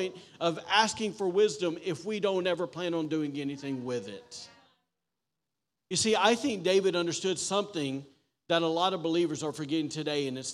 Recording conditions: large echoing room